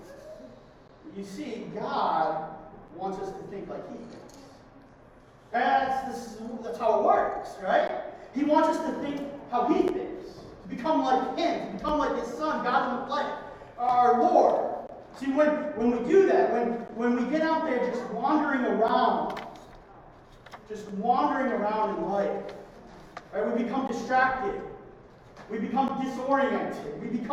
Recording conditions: poor sound quality